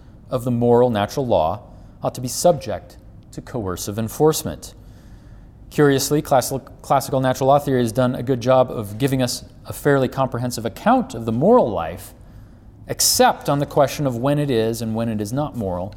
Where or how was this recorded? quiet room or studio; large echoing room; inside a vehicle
large echoing room